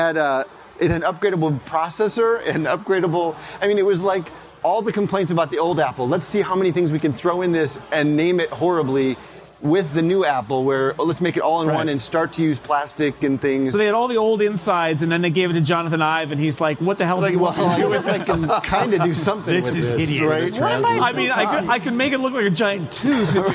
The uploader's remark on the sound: Live from Macworld/iWorld in San Francisco